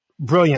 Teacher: So for example, in a general American accent, mm-hmm. You would minimize a consonant T that would be next to an N, right? So you would say brilliantly.